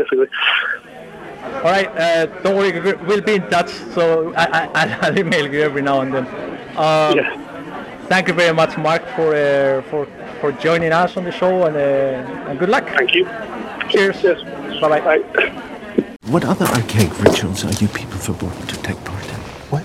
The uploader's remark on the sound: On the phone. Get together for the final episode of the podcast series at the Filmhouse Cafe in Edinburgh.